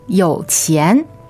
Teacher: All right, third tone, second tone